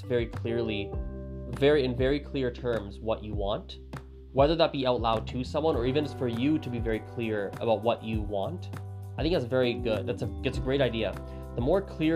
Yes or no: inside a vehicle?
no